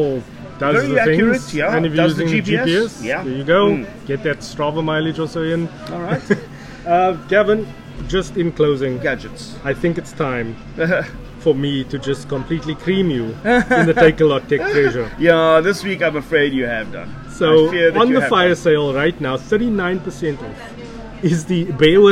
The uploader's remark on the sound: Cincinnati Spur, Howard Centre, Pinelands. Mixed on LG G7 ThinQ Recorded on iPad Mini 5 + Boya shotgun mic.